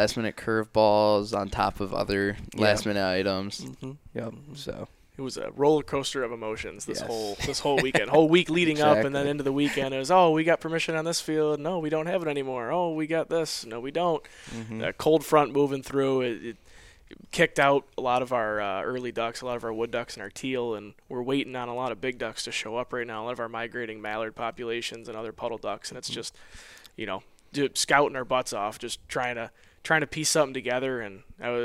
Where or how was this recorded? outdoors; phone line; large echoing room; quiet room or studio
outdoors